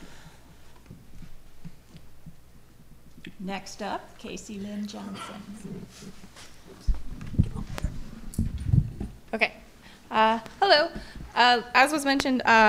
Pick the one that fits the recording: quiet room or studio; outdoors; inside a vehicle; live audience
live audience